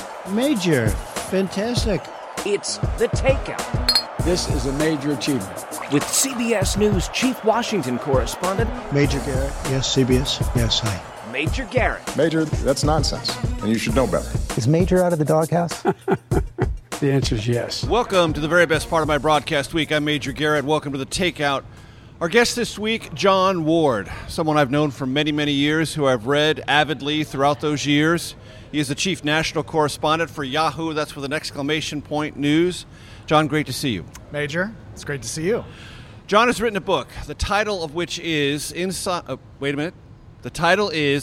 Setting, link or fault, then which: setting, busy venue